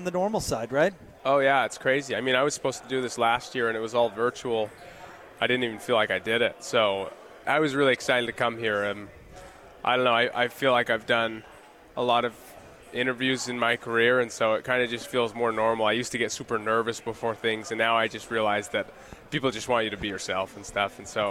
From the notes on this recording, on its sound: LIVE from Pac-12 Media Day in Los Angeles, CA